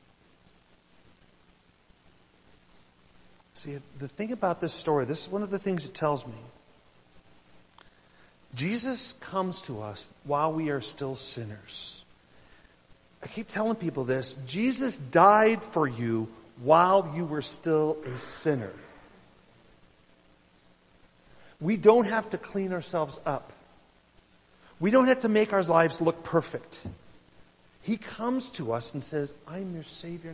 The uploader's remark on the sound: I had the privilege of sharing a message at New Life Fellowship in Huntington Indiana.